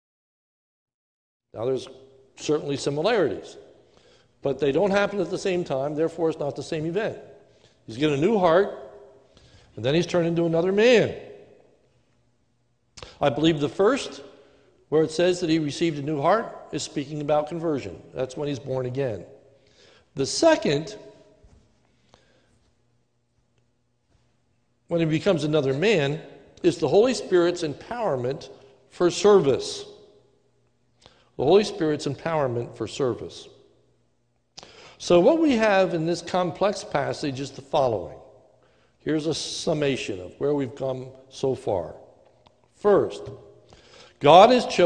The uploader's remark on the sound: This is a sermon recorded live at Lebanon Bible Fellowship Church in Lebanon, PA on 8-16-2020 during the morning service